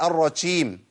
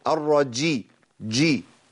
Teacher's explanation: انا بدل ما يلتصق لساني في الجيم التصاق كامل كده محكم، اللي بيحصل بخلي فيه تراخي فاعمل التفشي ده · Shown in: first take